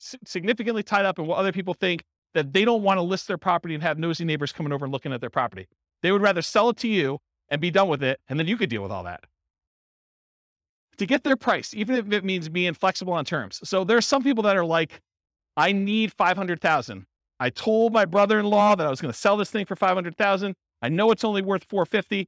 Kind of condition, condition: setting, live audience